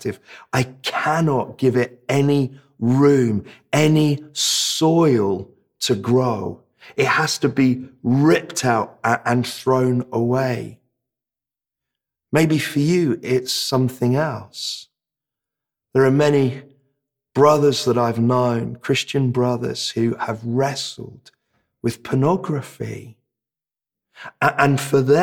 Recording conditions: large echoing room